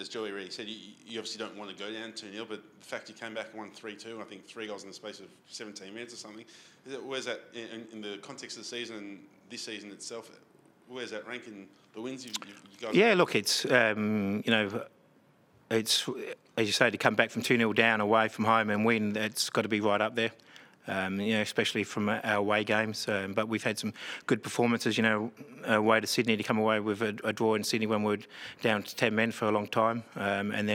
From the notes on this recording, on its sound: Post-match press conference.